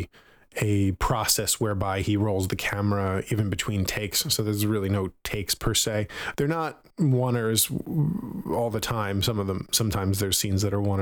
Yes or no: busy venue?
no